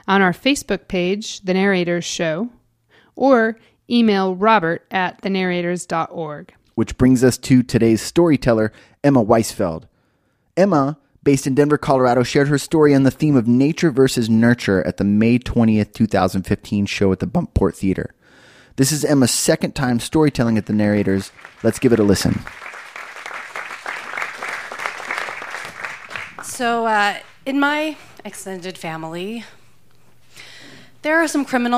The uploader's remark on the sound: recorded live at Buntport Theater on 20 May 2015